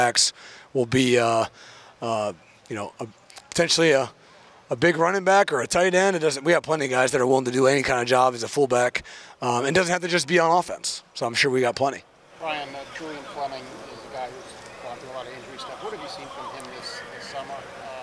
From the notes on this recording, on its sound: Throughout the year, the Land-Grant Podcast Network will be bringing you uncut audio primarily from Ohio State press conferences, but also from individual interview sessions. Unedited audio from Ohio State football media availabilities.